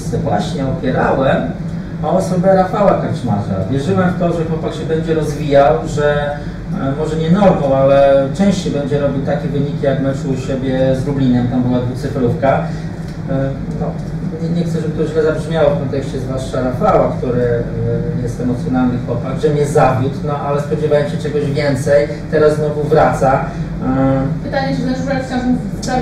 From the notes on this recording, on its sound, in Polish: Nagranie zostało zrealizowane w pubie "Same krafty" przy ul. W Warszawie.